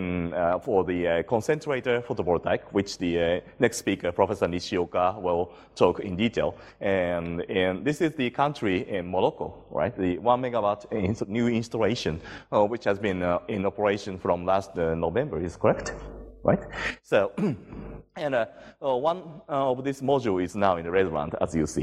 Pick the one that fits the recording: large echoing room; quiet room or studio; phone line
large echoing room